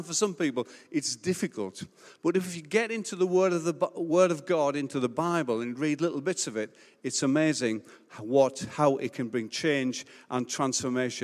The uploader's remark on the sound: Recorded Live at Life Church Lancashire.